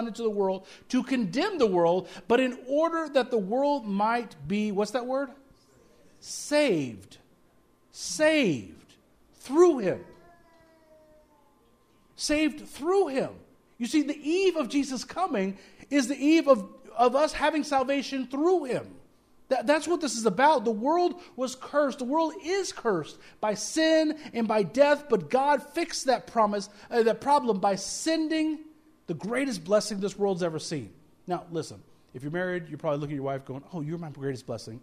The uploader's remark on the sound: speaking at Soma Community Church in Jefferson City, MO on Sunday evening 24 December 2023